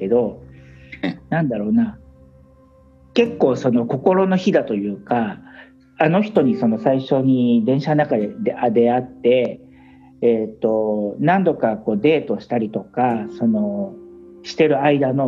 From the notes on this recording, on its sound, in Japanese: コラボ収録。はじめてのweb対話収録！